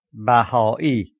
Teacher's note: describing the pause of glottal stop indicated by the apostrophe between the last A and I. Without it, the word would be pronounced Baha'i, while the correct pronunciation is Baha'i, I will repeat both for you to notice the subtle difference.